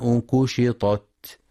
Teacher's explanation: وينتبه لترقيق الكاف فلا يقرأ كشطت بالقاف، قشطت. وفي قوله سبحانه فلا أقسم بالخنس، الجوار الكنس، والليل إذا عسعس، والصبح إذا تنفس.